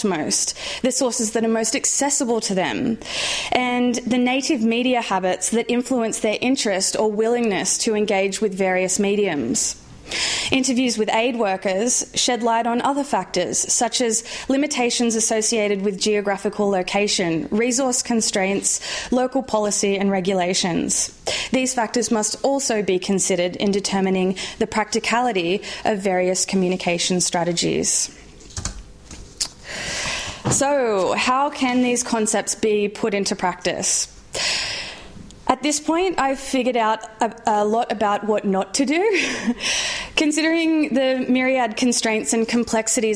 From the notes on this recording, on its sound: Recorded on 24 March 2014 at St Anne's College, University of Oxford.